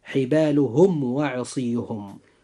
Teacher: بالنسبة للكلمة الأولى وهي حبالهم، جاء حرف الواو بعد الميم الساكن، فعند هذا الحرف أخي المسلم يجب إظهار الميم الساكن إظهارا شفويا، ويكون الإظهار هنا إظهارا قويا بخلاف باقي حروف الهجاء